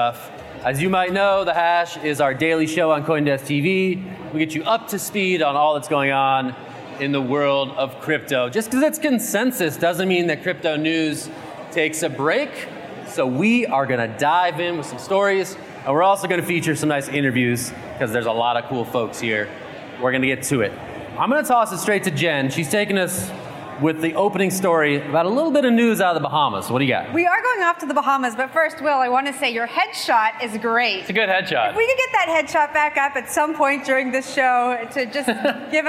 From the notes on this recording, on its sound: "The Hash" is live from Consensus in Austin, Texas.